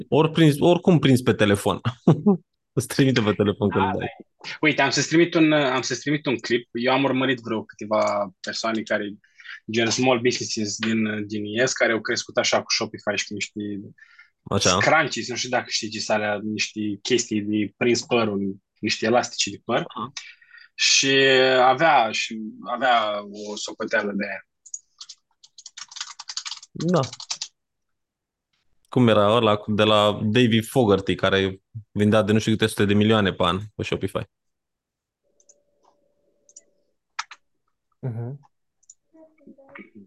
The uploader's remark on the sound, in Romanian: Conferinta Zoom Saptamanala EcomSchool